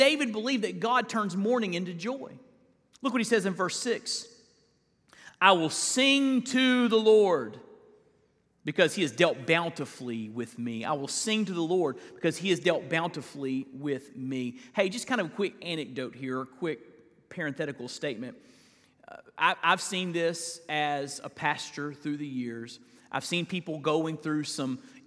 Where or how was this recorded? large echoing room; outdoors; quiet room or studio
large echoing room